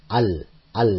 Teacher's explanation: The lam is being pronounced.